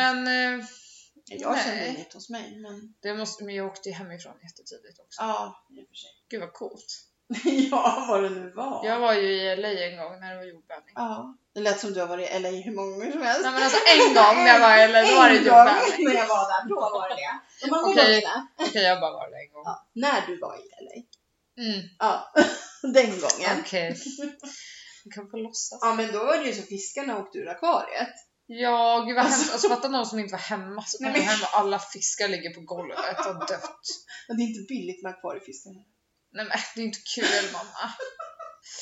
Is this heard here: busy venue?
no